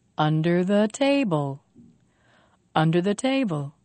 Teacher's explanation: Five syllables. Stress on te.